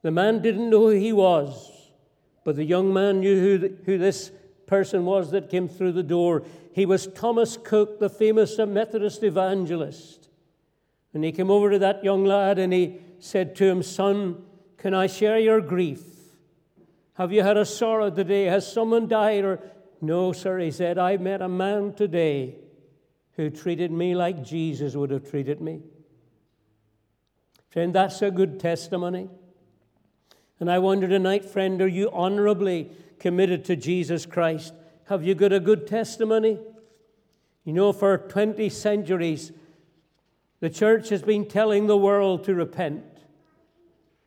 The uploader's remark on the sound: This audio was recorded at the Lifeboat Fellowship, Grange Corner, Moy.